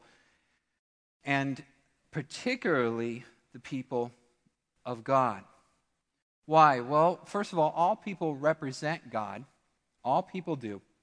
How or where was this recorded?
large echoing room